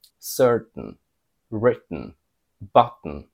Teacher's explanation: And specifically, when a word ends on an unstressed T-O-N, T-A-I-N, or T-E-N, they specifically pronounce it with the stop T and then a N sound after it.